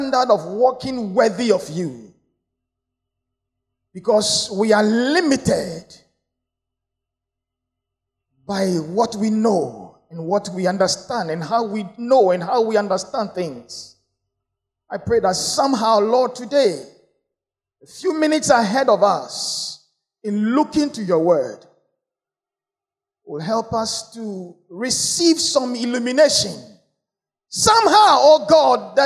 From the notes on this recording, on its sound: Sermon preached at CBC Shiashie Campus